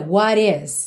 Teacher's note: E o T foi ligado com rarara, what is, ok?